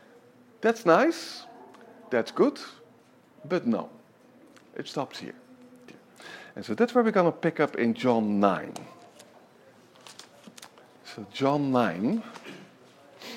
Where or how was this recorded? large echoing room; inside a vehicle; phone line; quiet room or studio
large echoing room